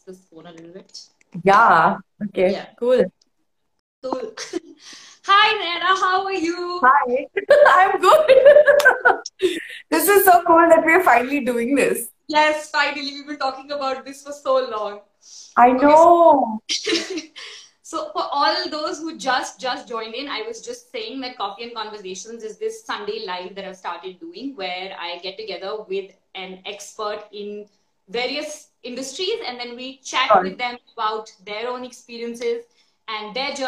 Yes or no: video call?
yes